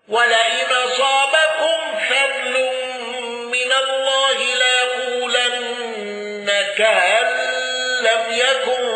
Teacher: الأصبهاني بتسهيل همز كأن والنقل